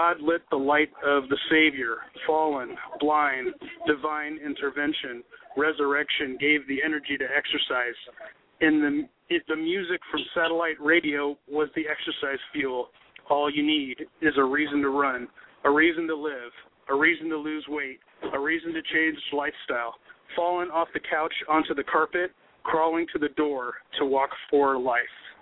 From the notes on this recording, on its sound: readers who called in from San Clemente, CA, Newark, NJ, Rochester, NY, Tucson, AZ, Desert Hot Springs, CA and Phoenix, AZ